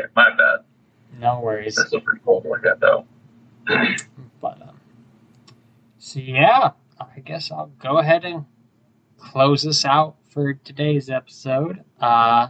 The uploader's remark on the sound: apologies in advance if the audio quality is less than perfect on this one.